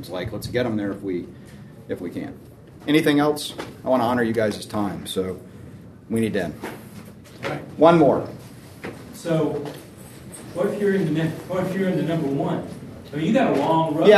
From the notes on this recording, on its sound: This episode is from Exponential, recorded at the National Disciple Making Forum.